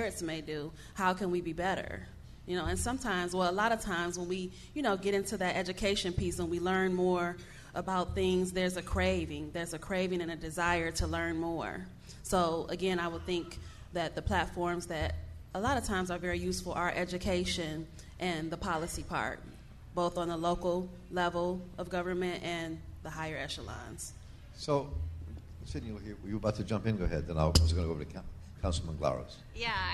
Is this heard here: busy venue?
yes